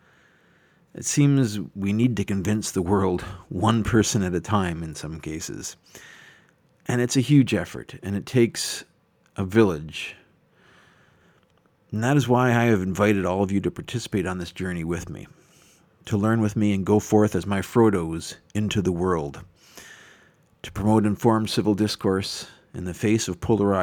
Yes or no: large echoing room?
no